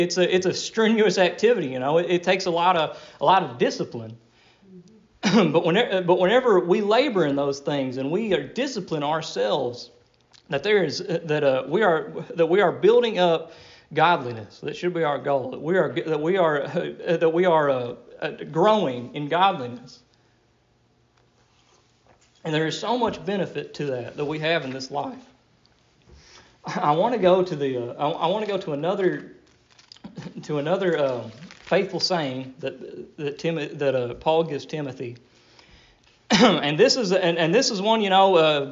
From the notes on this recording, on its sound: Delivered at Rocky Springs Primitive Baptist Church